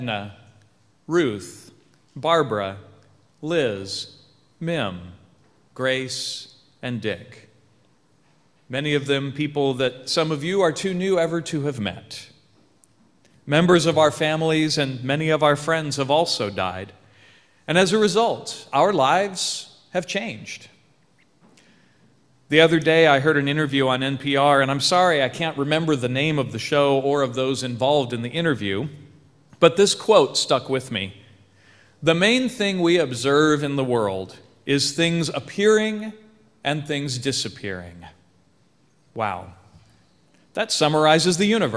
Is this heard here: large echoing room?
yes